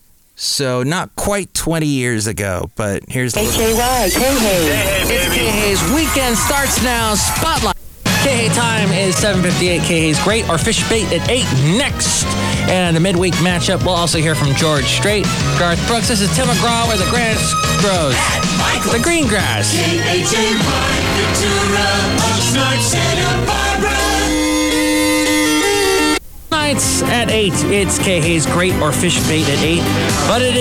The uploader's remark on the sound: podcasts live from Café Anyway